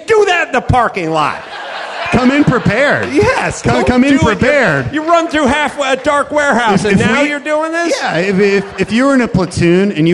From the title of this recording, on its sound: Live from the Houston Improv